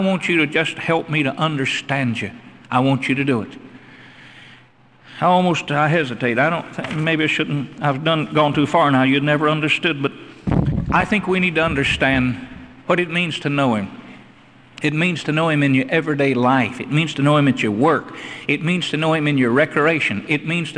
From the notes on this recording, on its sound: Originally preached at the Northside Baptist Church in Charlotte, NC in 1982.